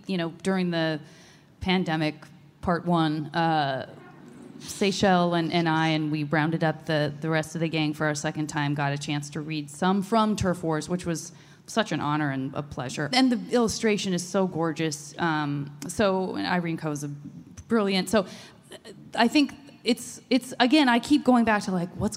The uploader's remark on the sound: Live From Emerald City Comic Con ’21! This exclusive release of the live Avatarverse panel at ECCC. Recorded in the chilly December clouds of beautiful Seattle at Emerald City Comic Con. Before turning the questions over to the audience!